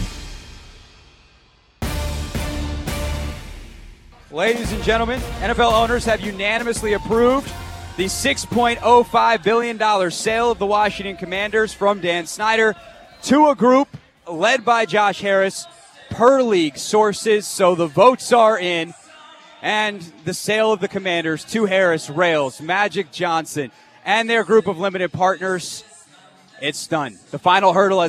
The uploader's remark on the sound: Audacy Sports hosted the biggest party in the DMV to celebrate the sale of the Commanders from Dan Snyder to Josh Harris! Hosted his radio show live from the event.